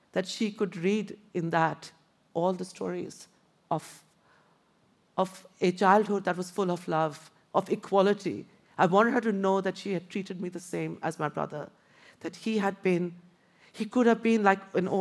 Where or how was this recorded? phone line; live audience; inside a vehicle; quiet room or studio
live audience